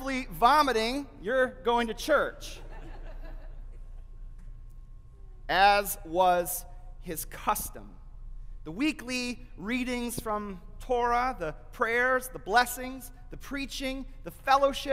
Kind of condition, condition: setting, large echoing room